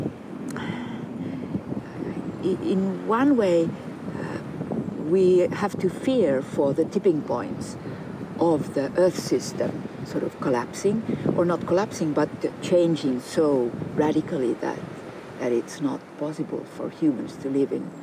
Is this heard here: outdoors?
yes